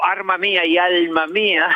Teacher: son líquidas, alveolares, y eso hay mucho · Term: rotacismo